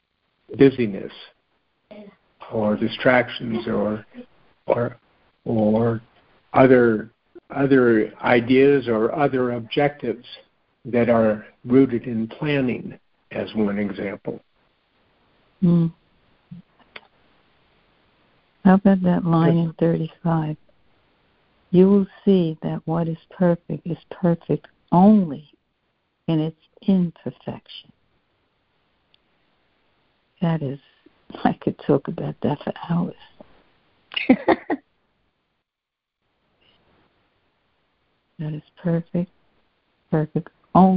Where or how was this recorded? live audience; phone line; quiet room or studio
phone line